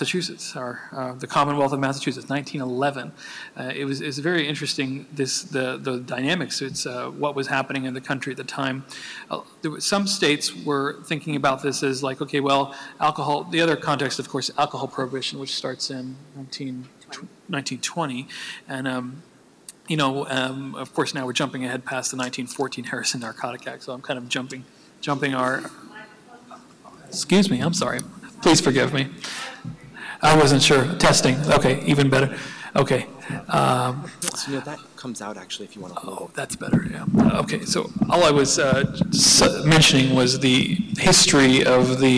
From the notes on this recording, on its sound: The Drug Policy Alliance and the New York Academy of Medicine hosted a free conference marking the 70th Anniversary of the report. This audio clip was recorded at the symposium on May 1st.